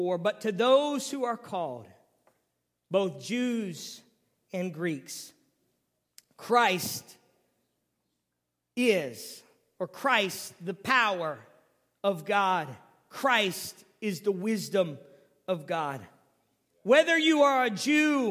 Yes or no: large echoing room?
yes